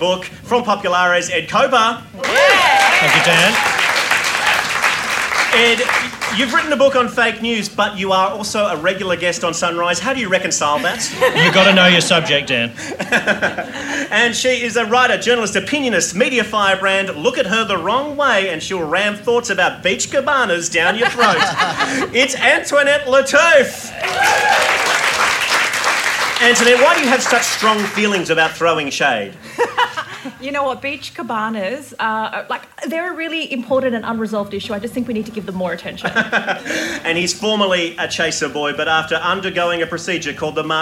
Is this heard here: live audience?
yes